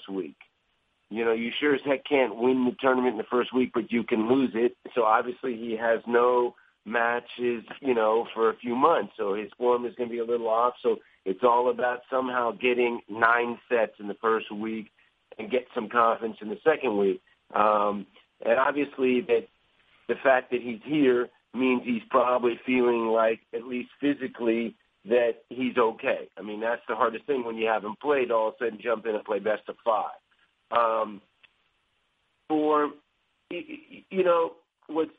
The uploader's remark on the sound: U.S. Open Conference Call